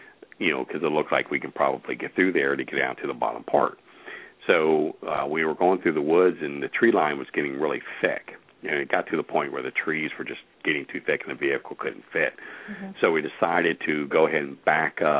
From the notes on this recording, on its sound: Take your questions and LIVE calls.